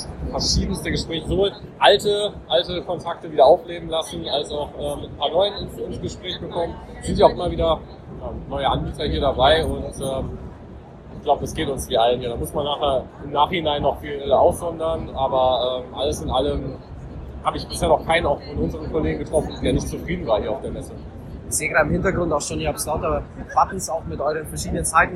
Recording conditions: background noise